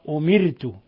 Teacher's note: ولا يخفى أن ورشا يرقق الراء